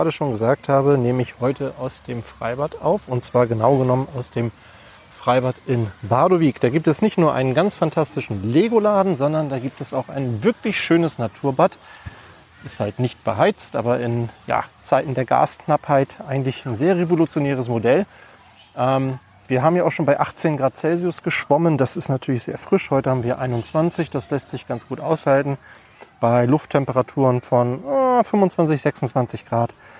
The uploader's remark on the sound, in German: Eine Podcast Aufnahme im Freibad.